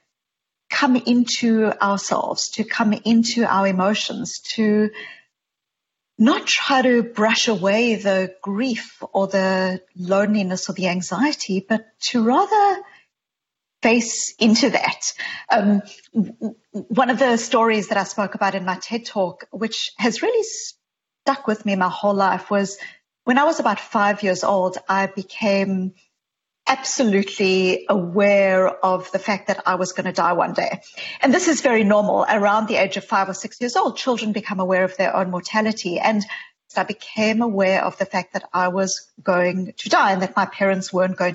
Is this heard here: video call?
yes